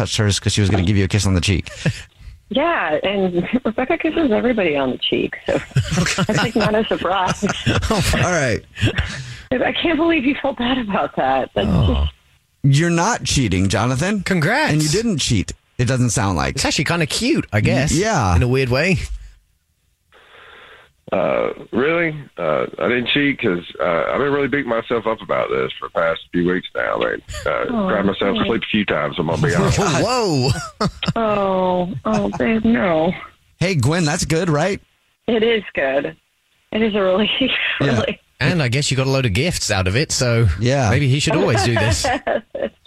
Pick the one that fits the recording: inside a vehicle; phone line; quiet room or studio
phone line